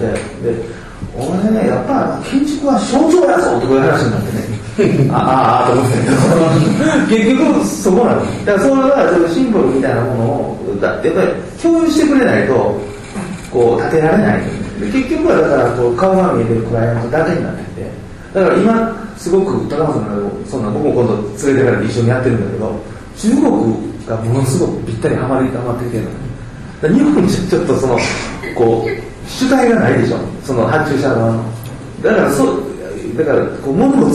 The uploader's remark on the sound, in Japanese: 京都大学高松研究室展覧会「the horizon」にあわせて、京都にてはじめて建築系ラジオ公開収録が開かれた。京都のASPHODELにて。